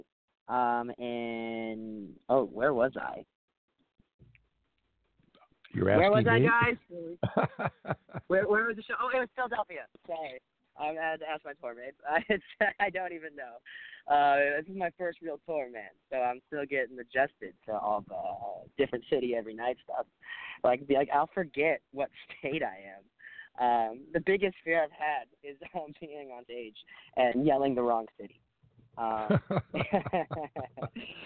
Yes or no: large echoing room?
no